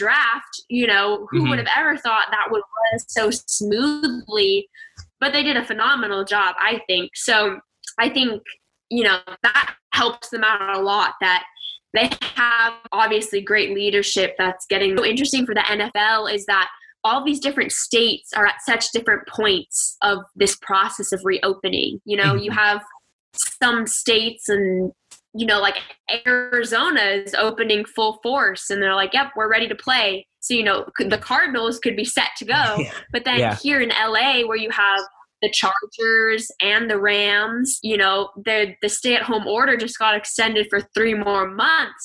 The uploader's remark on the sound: this episode was recorded via Zoom, so the audio will not be as clean in some parts of the show